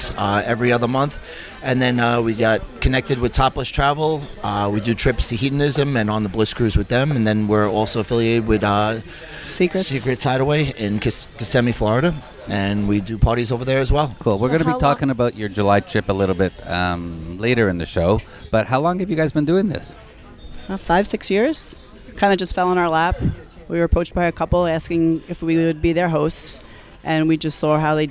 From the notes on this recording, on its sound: on location from Hedonism II Resort in Jamaica